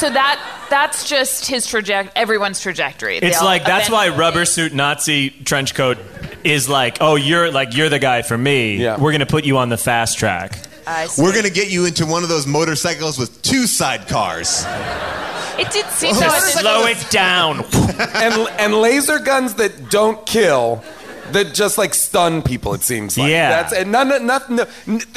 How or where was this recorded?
live audience